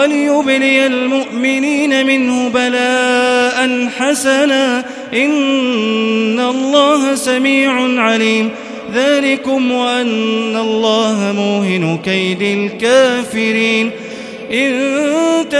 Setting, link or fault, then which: setting, large echoing room